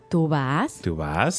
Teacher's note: Now, if you want to make it a question, are you going? All you have to do is put the question marks around it and then raise your intonation, right?